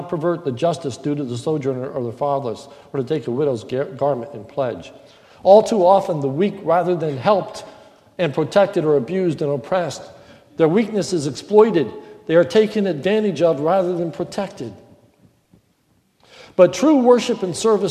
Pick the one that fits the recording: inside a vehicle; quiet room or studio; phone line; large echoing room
large echoing room